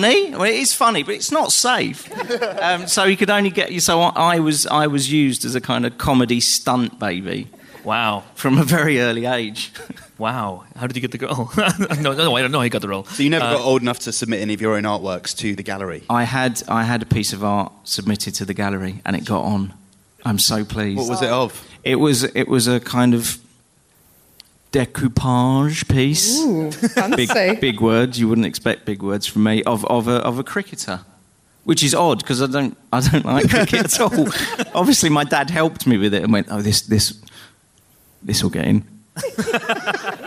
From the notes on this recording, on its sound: a sold-out audience join us for a very special live podcast, direct from Empire Live at The O2 in London